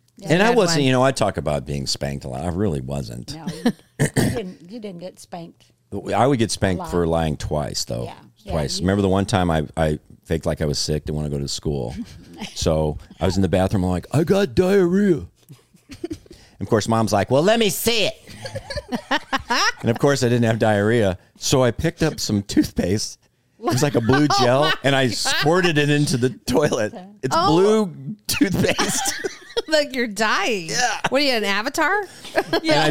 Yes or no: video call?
no